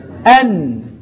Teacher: طرف اللسان ورا مخرج الدال والتاء والطاء · Term: النون